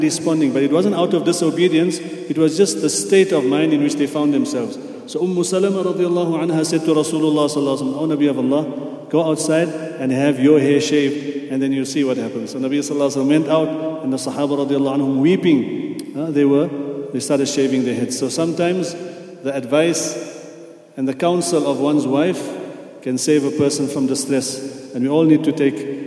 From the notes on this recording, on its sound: at the Houghton Masjid (West Street)